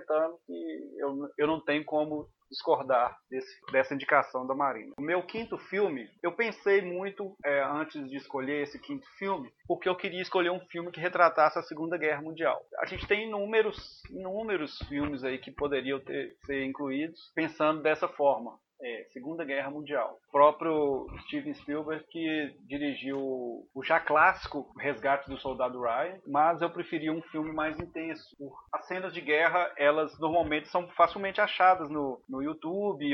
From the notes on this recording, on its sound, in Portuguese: Gravado remotamente, qualidade comprometida #covid19.